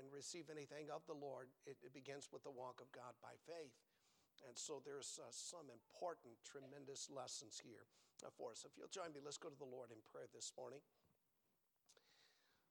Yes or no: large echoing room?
yes